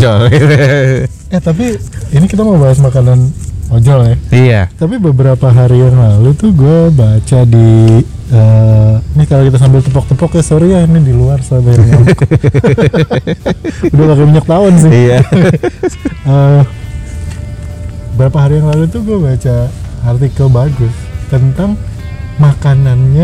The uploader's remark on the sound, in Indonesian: Tolong dimaafkan kresek-kresek di beberapa detik pertama.. Mic-nya beradu sama masker.